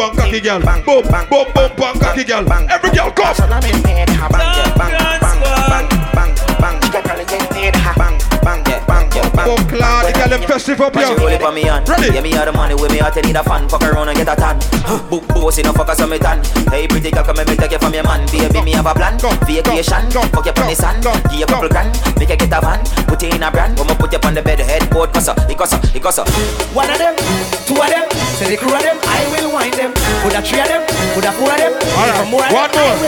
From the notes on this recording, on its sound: Live Audio recording from Island Saturdays on Saturday, October 29th